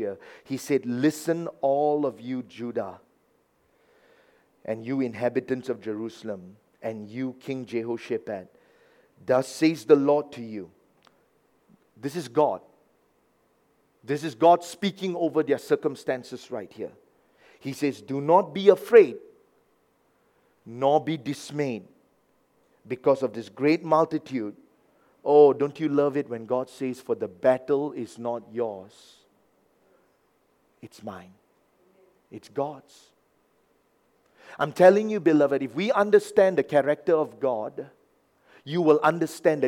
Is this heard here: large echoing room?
yes